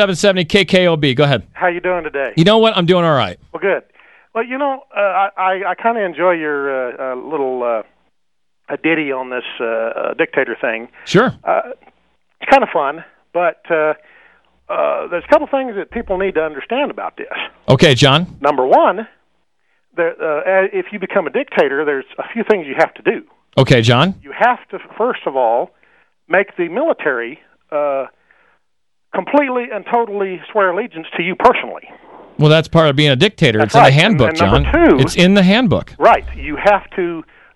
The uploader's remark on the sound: This was the final on air 1hour live air, real callers audition.